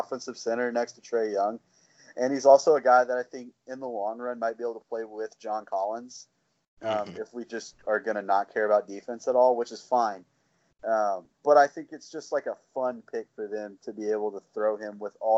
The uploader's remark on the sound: Lotta audio Snafus in this one. I was supposed to edit them, but that was time-consuming and we gotta stay on track, so I'm releasing it as-is.